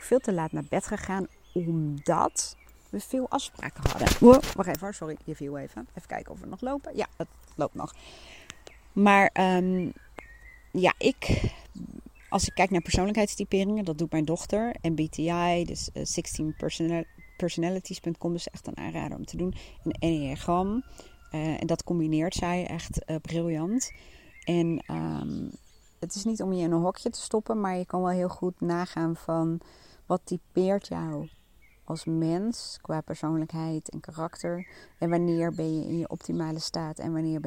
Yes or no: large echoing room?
no